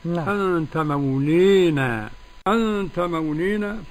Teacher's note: وقرأ الإمام حمزة والكسائي وخلف العاشر بالإمالة الكبرى